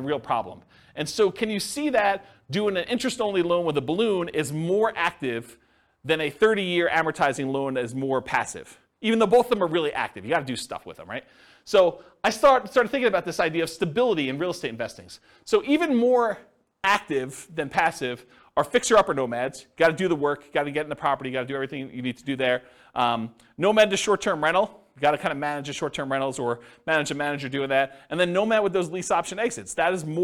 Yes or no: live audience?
yes